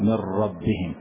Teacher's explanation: أحدث النون تماما ولا أغن · Term: بغير غنة